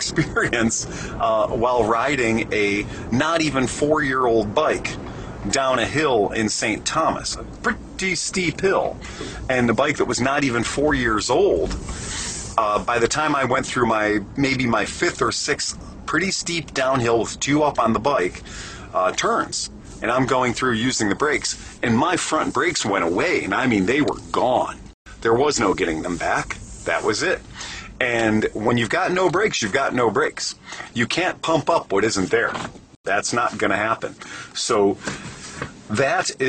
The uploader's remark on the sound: Recorded in my truck on the road, so quality is poor. No video for this one as it was recorded while making bike deliveries to our customers.